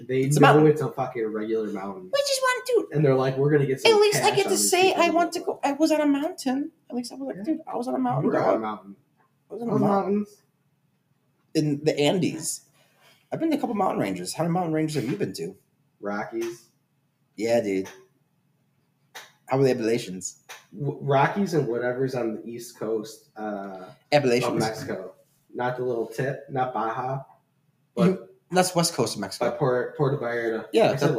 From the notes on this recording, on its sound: Audio issues